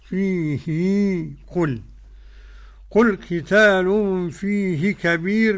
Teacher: ابن كثير يمد هاء الضمير أو يصلها بياء بمقدار حركتين · Term: صلة هاء كناية